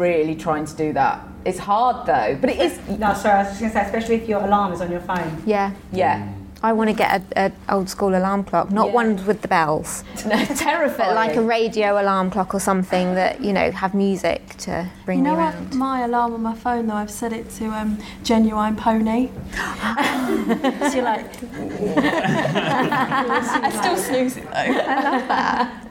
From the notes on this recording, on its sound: Following Wobble Live at Byrdie HQ in Central London. Wobble listeners and Byrdie super fans asked questions.